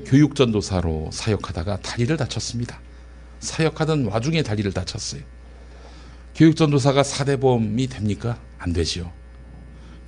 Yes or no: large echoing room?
yes